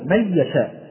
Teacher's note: خلف عن حمزة مثلا لا يغن في هذا الإدغام مع الياء والواو، يعني هو يقول من يشاء مباشرة.